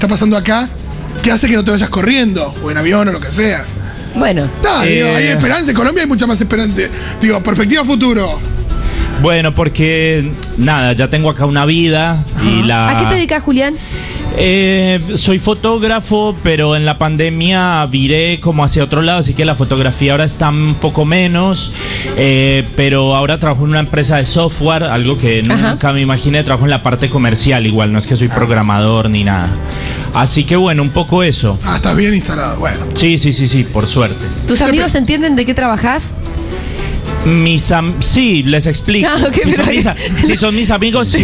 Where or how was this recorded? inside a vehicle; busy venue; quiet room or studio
busy venue